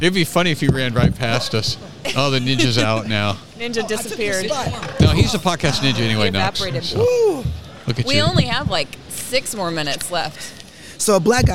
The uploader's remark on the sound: TCND Recording at the FLF Conference 2022. There's a lot of activity at the Fight, Laugh, Feast Conference!